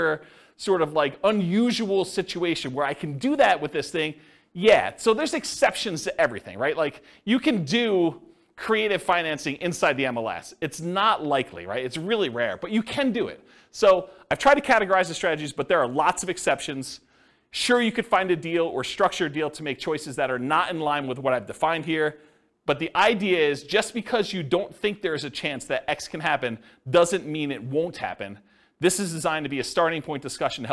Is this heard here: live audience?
yes